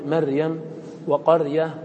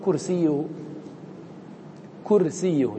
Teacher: فبعض العرب كان يرقق فيقول مريم وقرية · Term: ترقيق الراء